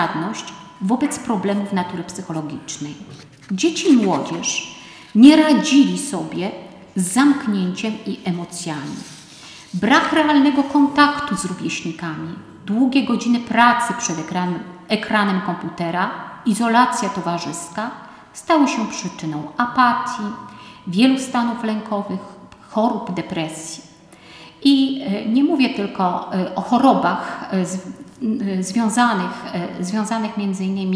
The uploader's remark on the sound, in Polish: Nagranie pochodzi ze spotkania, które odbyło się 28 marca 2022 roku w Centrum Kultury Prawosławnej w Białymstoku w ramach cyklu Wszechnica Kultury Prawosławnej 2021/2022.